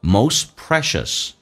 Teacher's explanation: most 的 t 不发音，这叫略音，但是去掉 t 之后气流不阻塞